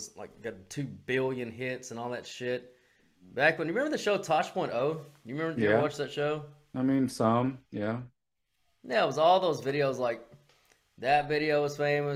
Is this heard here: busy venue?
no